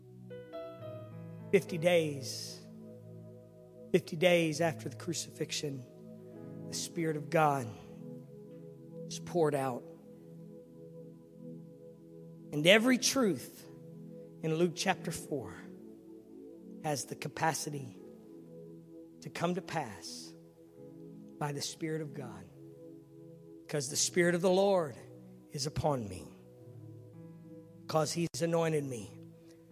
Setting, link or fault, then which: setting, large echoing room